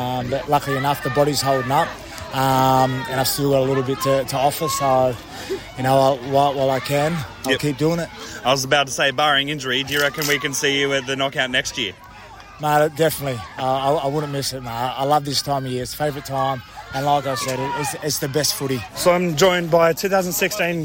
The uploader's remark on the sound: we went on location to the 2023 Koori Knockout